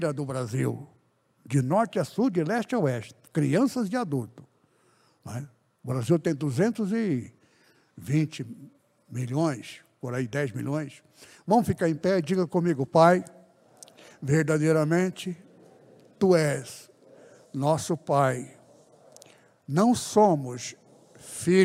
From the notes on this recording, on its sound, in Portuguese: CULTO REALIZADO DIA 17/11/2021 AO VIVO NA IGREJA ADNIPO SEDE